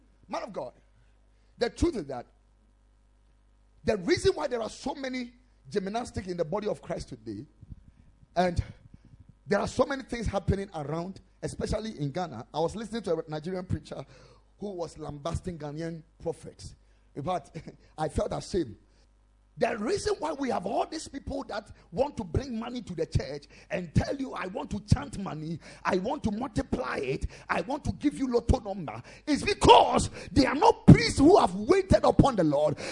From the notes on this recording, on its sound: Preached at the Ekklesia Chapel